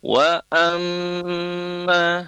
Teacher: Nah, di sini adalah wa amma, mimnya bertasdid, diberi tanda tasdid ya. Jadi makanya kita tahan dulu amnya selama dua harokat. Wa amma, ma-nya terlafazkan, mim berharokat fathahnya terlafazkan pada ketukan ketiga.